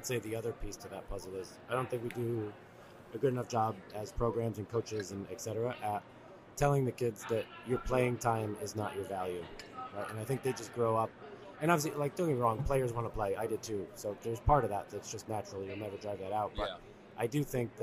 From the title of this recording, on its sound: Live from the USC Convention